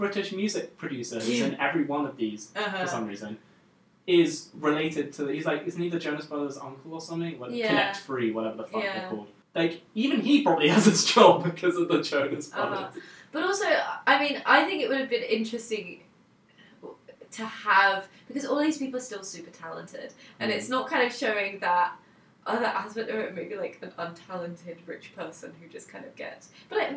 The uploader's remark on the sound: We apologise for the audio quality in this episode. Unfortunately there was some technical issues in the studio we didn't find out about until afterwards.